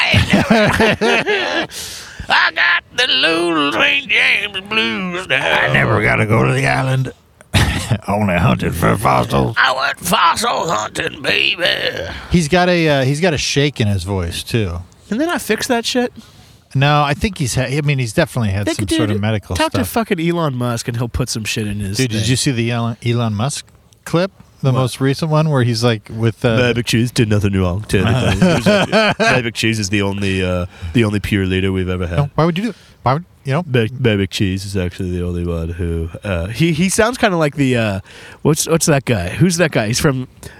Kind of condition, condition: setting, outdoors